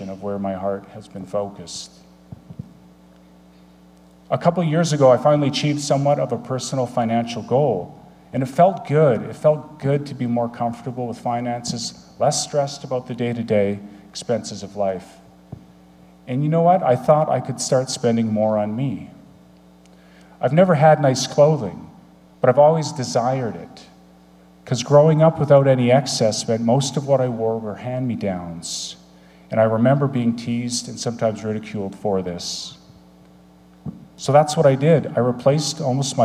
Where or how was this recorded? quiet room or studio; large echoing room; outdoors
large echoing room